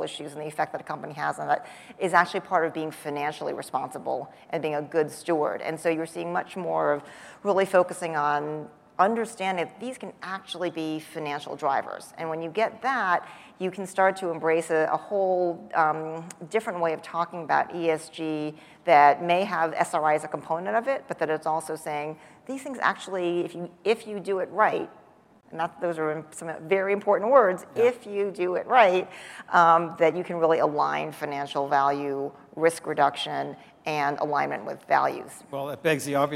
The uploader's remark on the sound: The best of live interviews from GreenBiz events.